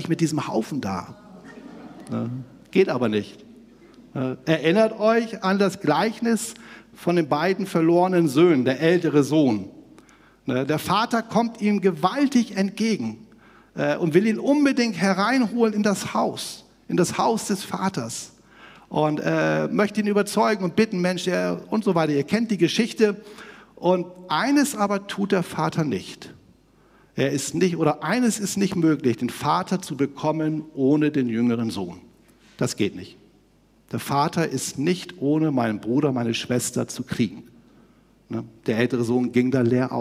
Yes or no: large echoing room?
yes